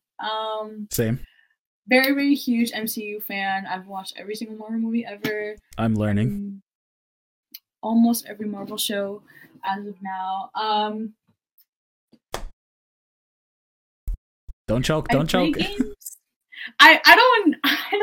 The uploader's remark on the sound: Some technical difficulties were made due to poor internet connections, we hope you guys don’t mind.